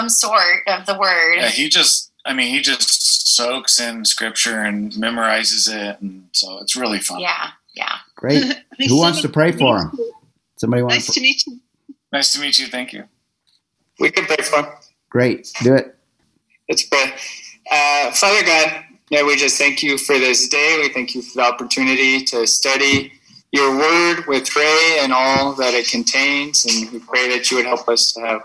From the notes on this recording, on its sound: introduced themselves at our Zoom meeting #32